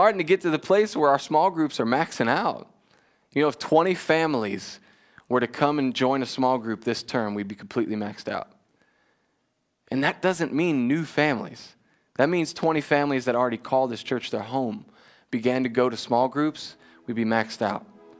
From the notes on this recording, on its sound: Join us for a new teaching live from Covenant Church!